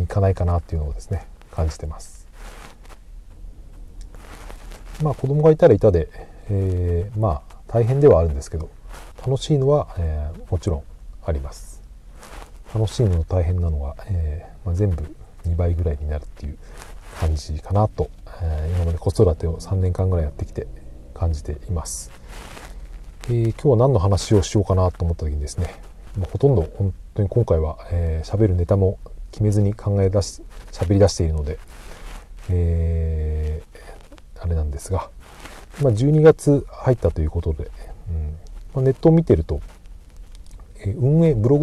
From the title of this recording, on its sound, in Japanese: 車の中から放送